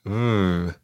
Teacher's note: In Spain, it's pronounced a sort of combination between a B and a V, and it sounds something like V.